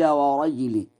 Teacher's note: بإسكان الجيم مع القلقلة